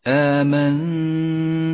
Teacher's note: تخفى النون بالتاء مع بقاء غنة للنون زمنها حركتان، ولذلك لونت بالأخضر إشارة إلى الإخفاء وموقع الغنة، والغنة هنا مرققة لأن حرف التاء مرقق.